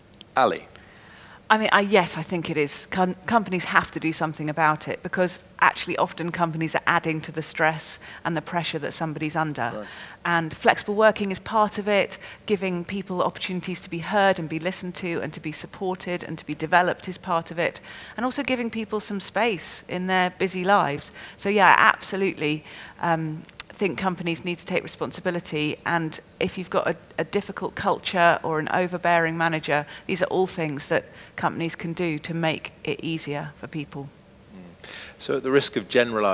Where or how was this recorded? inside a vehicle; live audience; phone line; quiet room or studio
live audience